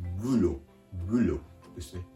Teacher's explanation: ロ、ブロのウの音。このウ、母音のウも日本語のカタカナ発音、よりも口を前にすぼめてかなり極端にルルという口の形を作ってあげるところがポイントです